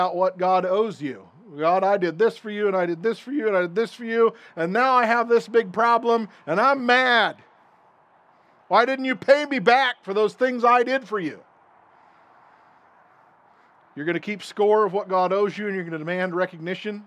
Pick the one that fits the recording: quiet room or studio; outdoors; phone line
outdoors